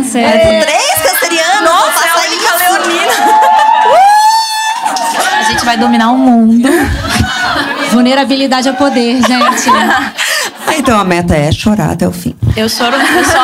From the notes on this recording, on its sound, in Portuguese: gravado ao vivo e com platéia